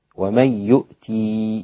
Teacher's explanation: يعقوب يثبت الياء وقفا ووصلا · Term: إثبات الياء